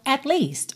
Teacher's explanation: A língua no céu da boca do T. É o mesmo lugar de onde sai o L